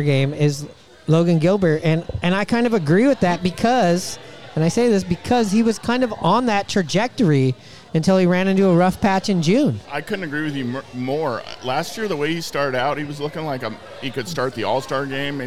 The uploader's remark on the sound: Recorded at Murphy's Pub in Wallingford.